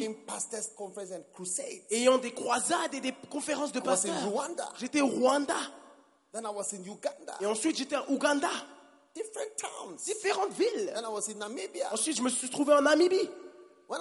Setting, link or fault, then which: setting, live audience